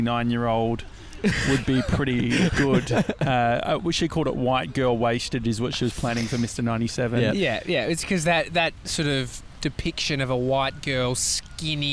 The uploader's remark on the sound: We’re live from Laguna beach!